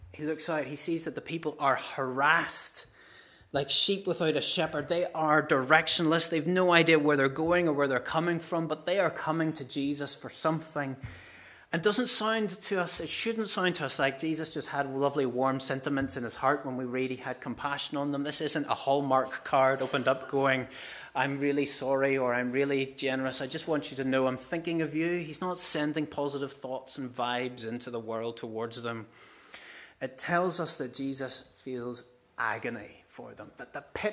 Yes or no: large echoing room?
yes